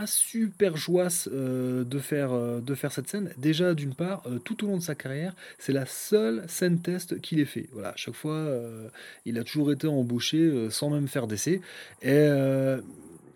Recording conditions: outdoors